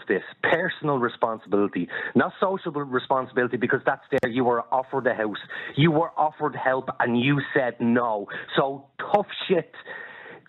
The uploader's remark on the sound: Opens the phone lines, allowing callers to weigh in on this dilemma.